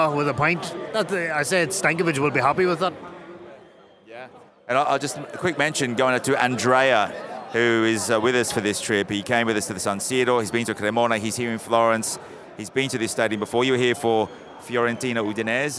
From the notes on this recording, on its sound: Live from the Artemio Franchi in Florence. Live from Fiorentina's Stadio Artemio Franchi. The ambience pre-match of the Fiorentina Lazio Serie A match on October 10th, 2022.